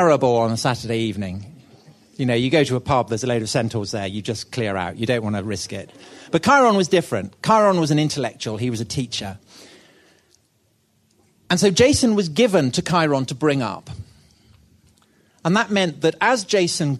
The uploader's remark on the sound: This was recorded at the 2016 Chalke Valley history festival and first released on the Chalke Valley History Hit Podcast.